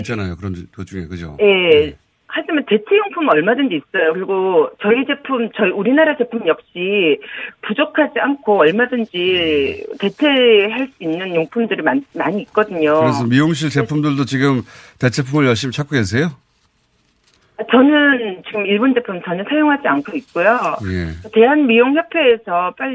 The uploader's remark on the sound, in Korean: 전화연결. (울산 동구 'ㅁ' 미용실). (홍천문화재단).